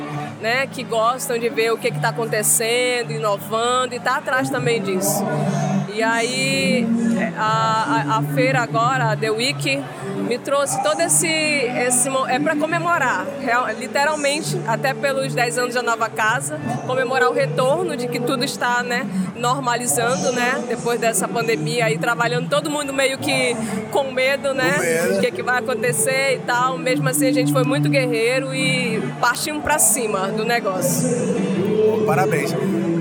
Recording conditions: busy venue